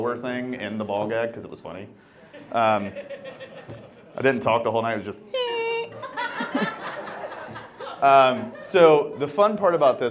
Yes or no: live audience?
yes